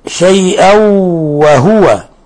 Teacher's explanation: تنوين فتح جاء بعده الواو، إضغام بغنة